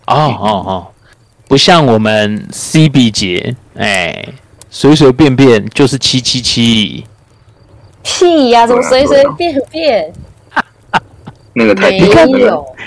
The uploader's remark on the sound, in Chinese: 由於本週森林中雷雨交加，故錄音魔法的術式稍有差池